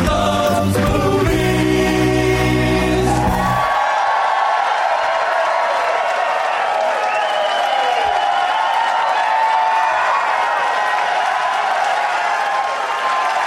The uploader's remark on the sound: Recorded live at Helium Comedy Club (it's a gas) in St. Louis, Missouri.